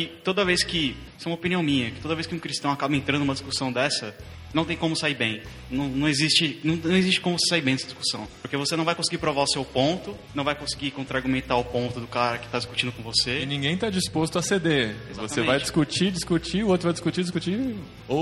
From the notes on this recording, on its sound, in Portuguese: gravado direto da Confraria No Barquinho 2015 em Jaú-SP